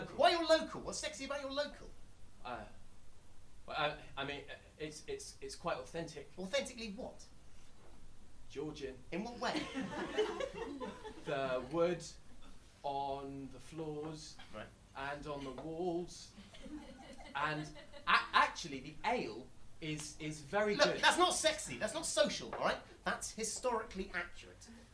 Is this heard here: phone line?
no